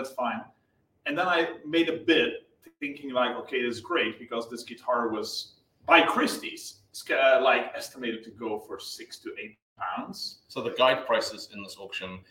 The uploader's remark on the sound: Live from NDC London. Apologies for the audio quality on this one, it wasn't the ideal recording environment.